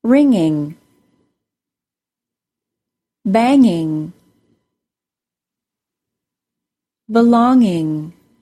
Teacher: there is usually no G sound at the end of the NG spelling · Term: NG sound